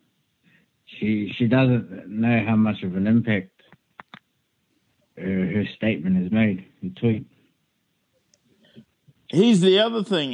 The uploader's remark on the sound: I catch up with my best friend via phone